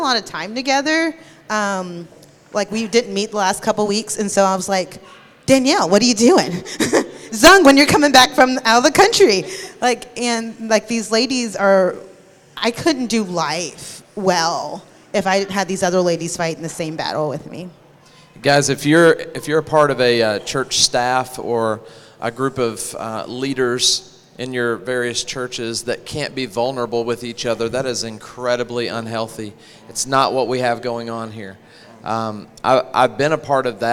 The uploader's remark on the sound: Hosted live at The Crossings Church St. Charles County in O’Fallon, MO. This content was featured at the 2023 Campus Ministry United Workshop: Beautiful Feet.